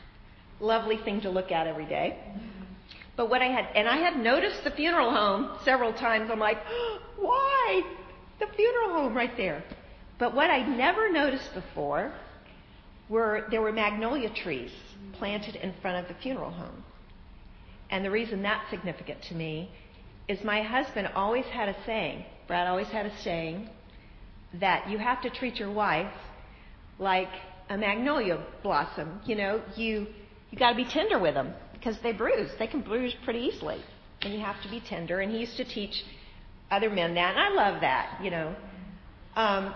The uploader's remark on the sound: This powerful lesson was the keynote speech at our annual women's day event.